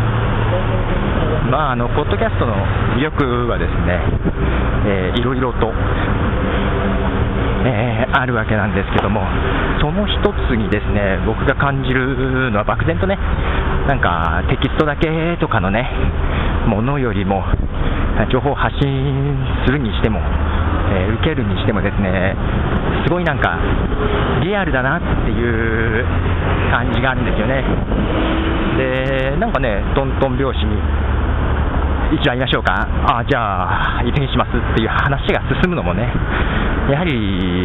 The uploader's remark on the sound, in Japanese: お互い、iPodとiTalkを持っているんで録音してお互いのポッドキャストで流すことにしていたんですが。さて、今回はいつもの名古屋からではなく、東京の青山通りを歩きながらの録音です。